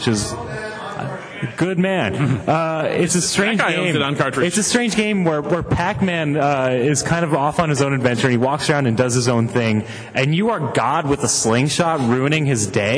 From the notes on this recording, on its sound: Retronauts Live: Retronauts Live 4. PAX East 2011.